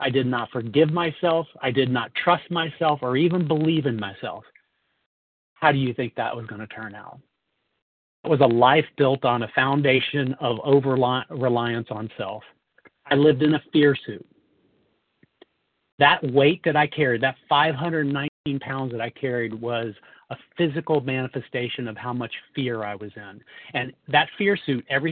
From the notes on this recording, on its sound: from the 100 Pounders Phone Meeting